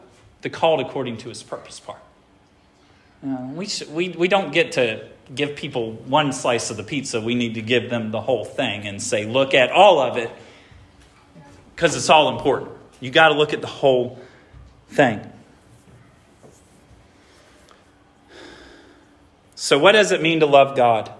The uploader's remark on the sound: This sermon was preached at Hope Fellowship. 76 Lewis Mill Rd.